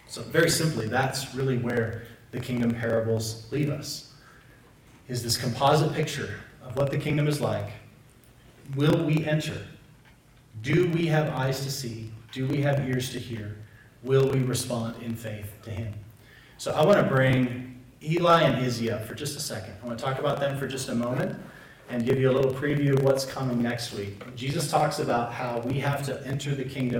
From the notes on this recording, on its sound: Apologies for the poor audio quality.